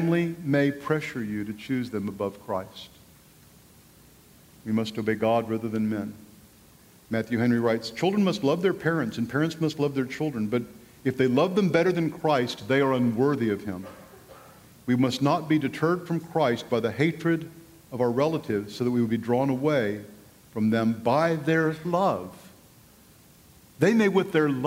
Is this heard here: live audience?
yes